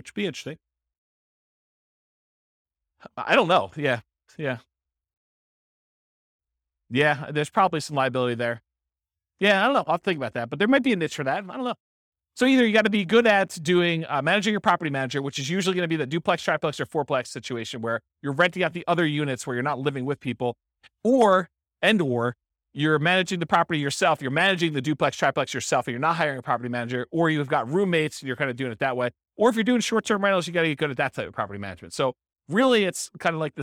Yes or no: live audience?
yes